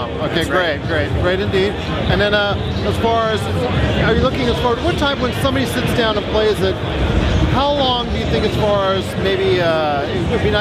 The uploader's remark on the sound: At E3 2017 with interviews on the show floor from some of the biggest games at Indiecade.